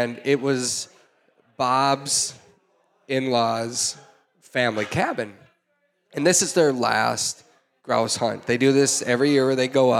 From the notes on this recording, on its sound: Live from Bear Cave Brewing in Hopkins, MN. Sips drinks with a live audience of hunters.